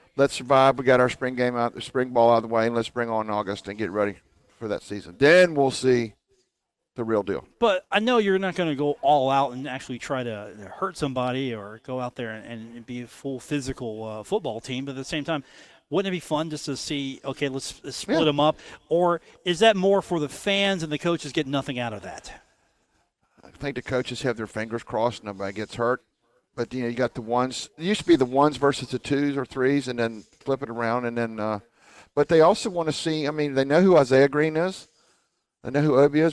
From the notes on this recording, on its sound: Broadcast live from The Union Pub and Grill.